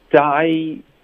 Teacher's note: 一个双元音连到一个元音，diary 有一个耶的音 · Term: 添加连读